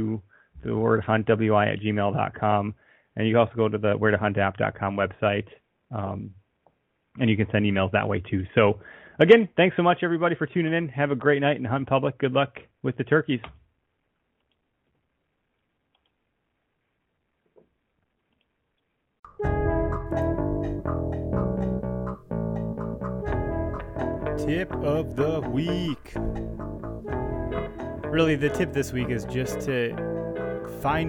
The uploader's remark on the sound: Eventually a couple callers call in from IL and the East Coast